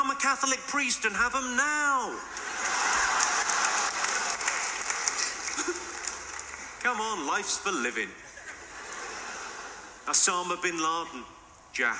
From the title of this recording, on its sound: took place at the just for laughs festival in Montreal